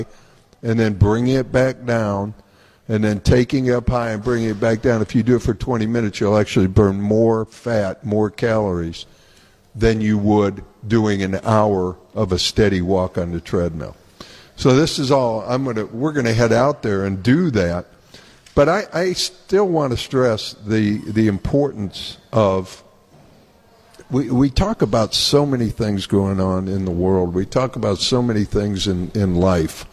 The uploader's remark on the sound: broadcasts from the Grand Opening of Anytime Fitness in Oakwood Square in North Canton